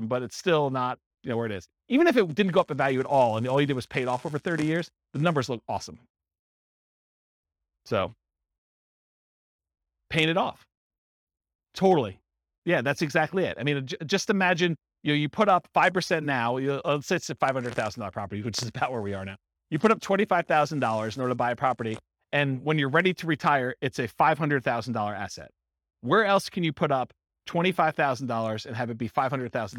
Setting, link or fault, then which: setting, live audience